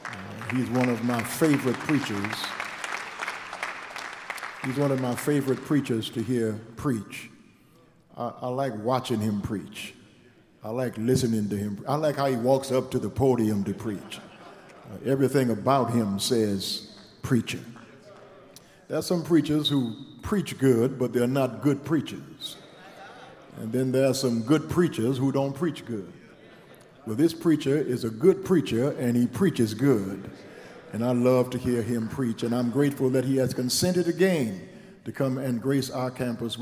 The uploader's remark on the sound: Recoded live at Lilly Grove Missionary Baptist Church in Houston, TX.